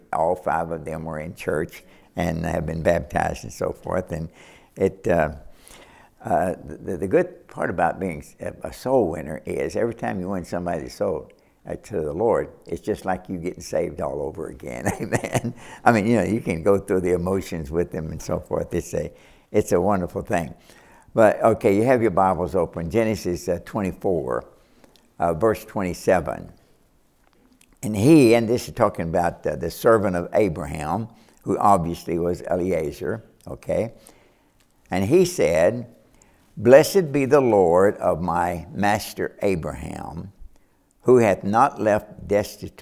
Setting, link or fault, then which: setting, large echoing room